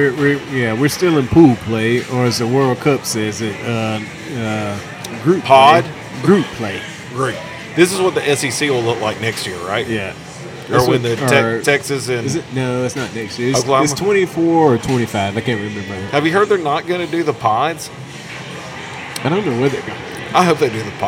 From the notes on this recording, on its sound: Live at No Quarter. Glad that NES fixed the power for all of East Nashville before we recorded.